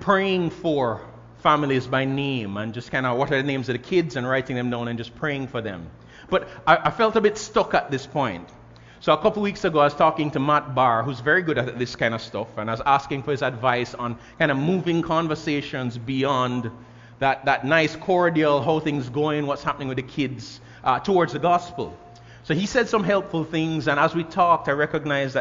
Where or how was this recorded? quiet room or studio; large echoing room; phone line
large echoing room